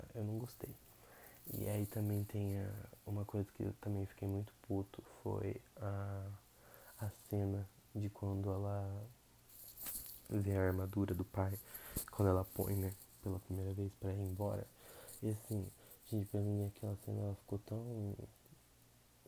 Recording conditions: background noise